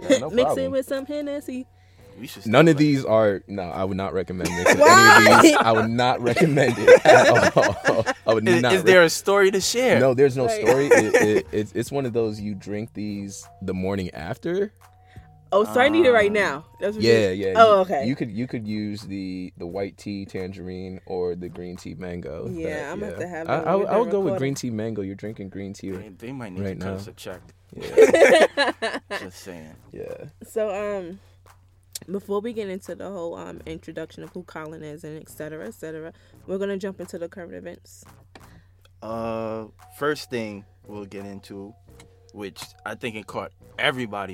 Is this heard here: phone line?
no